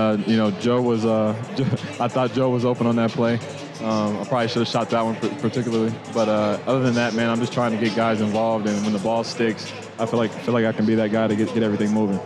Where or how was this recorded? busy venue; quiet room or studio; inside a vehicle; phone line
busy venue